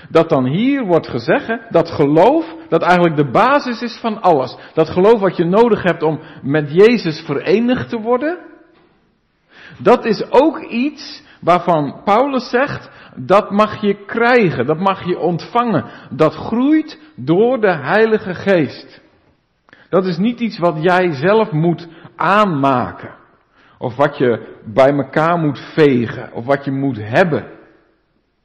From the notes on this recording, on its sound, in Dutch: De preek is op 26 juni opgenomen in De Maranathekerk in Groningen